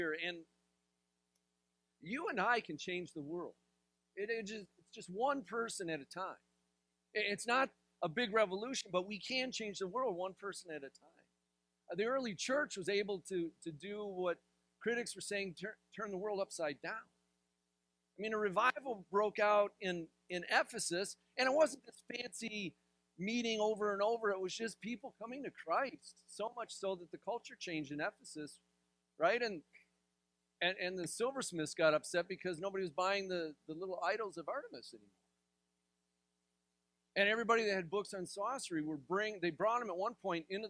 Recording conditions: large echoing room